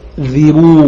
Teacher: يبقى قرأ الكوفيون الأربعة يكذبون بفتح الياء وتخفيف الذال، وتخفيف الذال يقتضي سكون الكاف على الأصل